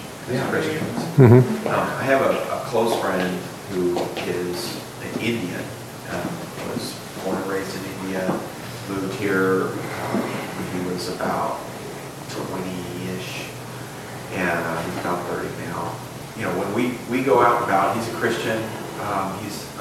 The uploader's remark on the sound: The apologetics conference held in Paduc ah, KY last June. The apologetics conference held in Paduc ah, KY last June. I also included the questions and comments, which went for another half hour.